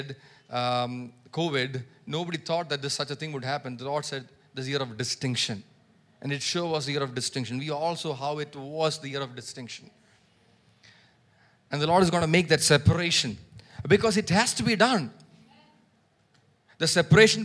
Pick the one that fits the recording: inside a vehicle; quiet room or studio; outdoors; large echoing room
large echoing room